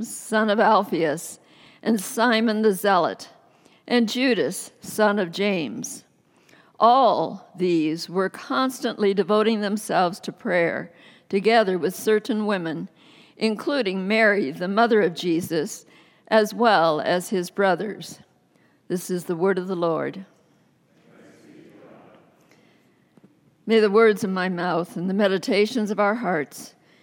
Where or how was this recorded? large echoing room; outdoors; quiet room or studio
large echoing room